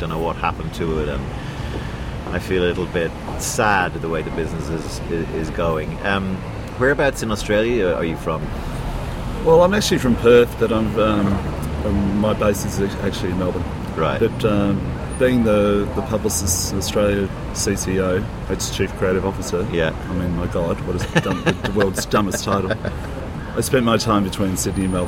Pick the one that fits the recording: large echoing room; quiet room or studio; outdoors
outdoors